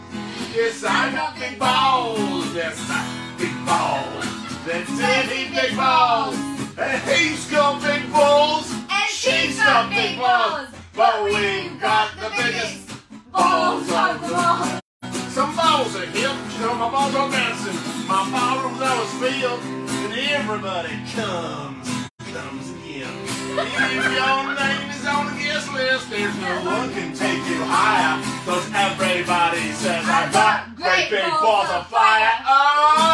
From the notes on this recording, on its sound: Live at the Peppermint Hippo!